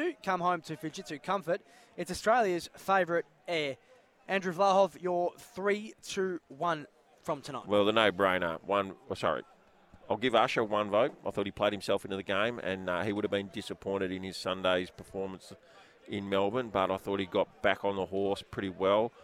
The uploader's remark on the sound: LIVE from the RAC Arena